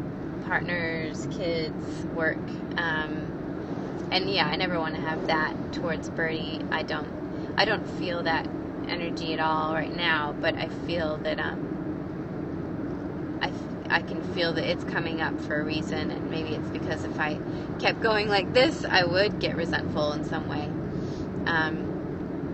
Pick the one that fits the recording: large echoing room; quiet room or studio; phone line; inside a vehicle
inside a vehicle